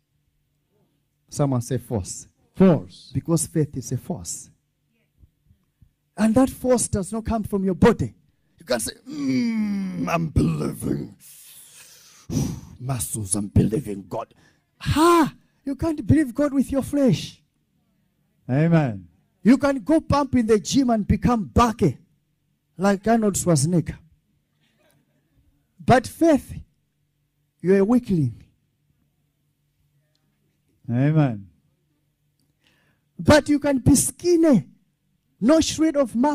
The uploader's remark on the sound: This teaching was extracted from our Live Church Service on the Sunday of Miracles. Streams International is a Prophetic Church.